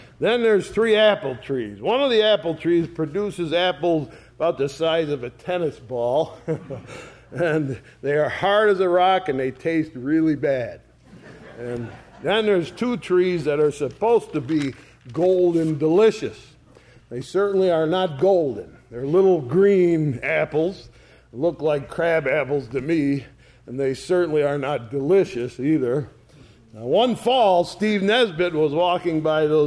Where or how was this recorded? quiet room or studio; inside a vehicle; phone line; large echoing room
large echoing room